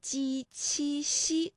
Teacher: 气流呢就从窄缝当中挤出来，那摩擦成声，声带呢是不颤动的